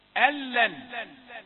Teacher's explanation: إدغام بغير غنة، دخلت النون الساكنة في اللام بغير غنة